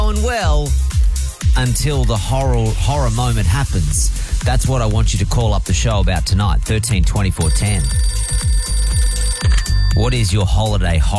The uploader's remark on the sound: phoned